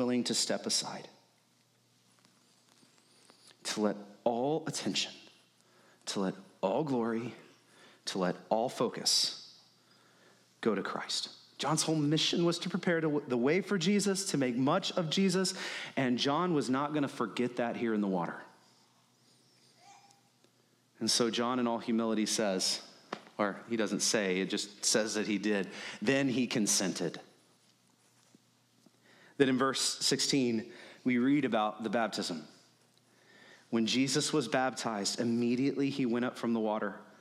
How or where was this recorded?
large echoing room